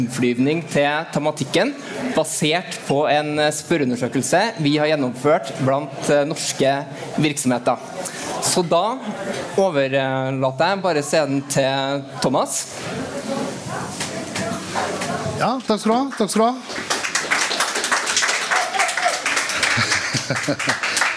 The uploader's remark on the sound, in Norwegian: Under Arendalsuka samlet Atea et panel